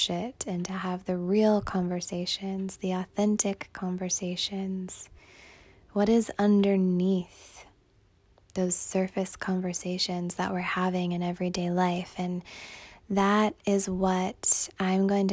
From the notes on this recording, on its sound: a human with a phone recording this Podcast for you right now